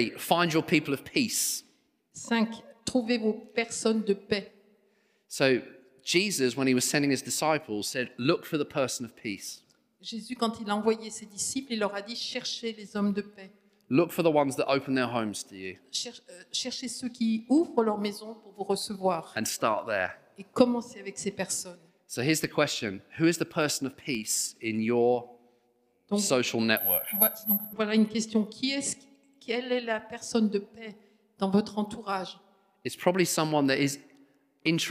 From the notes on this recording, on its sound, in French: Enregistré à l'église CVV.